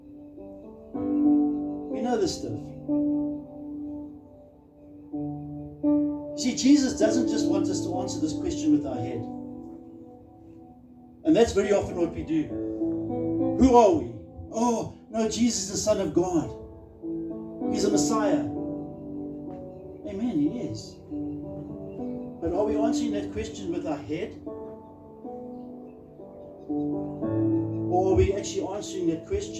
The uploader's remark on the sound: Recorded live on 15 October 2023 at Love Beyond Church.